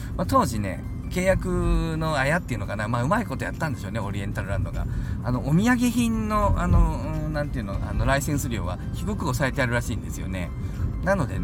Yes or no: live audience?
no